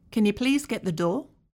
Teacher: a very common phrase like can you changes to sound more like can ya when spoken at a moderate tempo · Term: modification